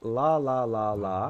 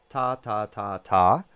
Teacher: on the sides of the tongue, they're compressed inward to allow air to flow around · Shown in: first take · Term: the L sound